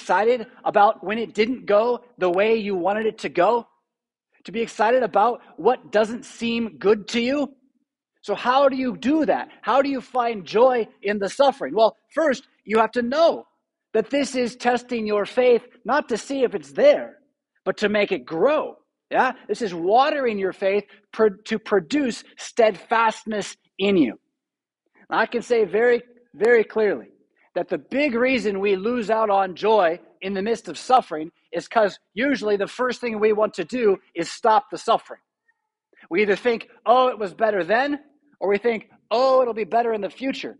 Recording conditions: large echoing room